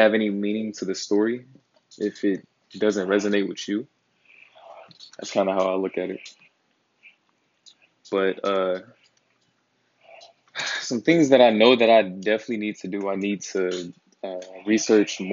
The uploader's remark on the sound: The sounds in the background are of me ironing clothes